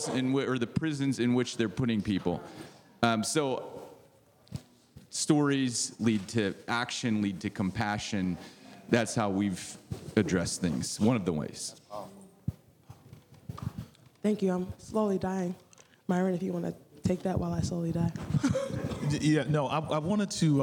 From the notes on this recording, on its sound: a presentation by a panel of experts at the 2022 NAD Ministerial CALLED Convention